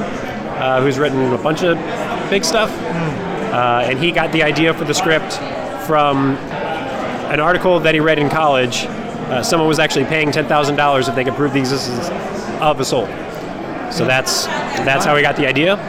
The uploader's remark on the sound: Here is a red carpet that I covered at the Tribeca Festival for short sci-fi films called Into The Void.